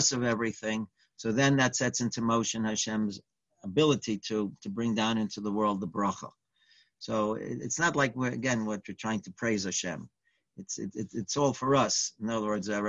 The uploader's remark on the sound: Live On Zoom